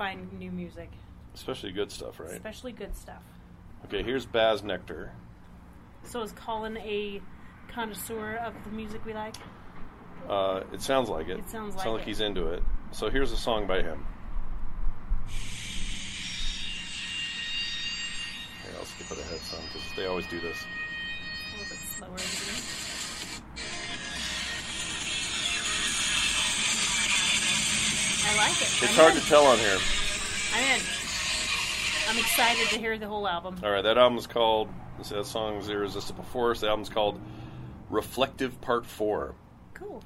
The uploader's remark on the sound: We did this outside today, off livestream, and it was kinda nice!